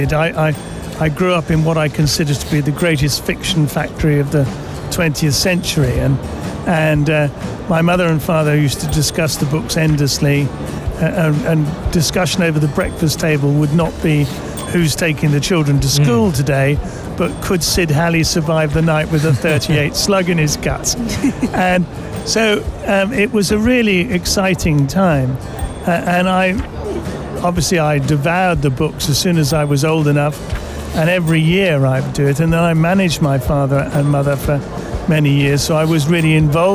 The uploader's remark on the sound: Live from SIBF 2023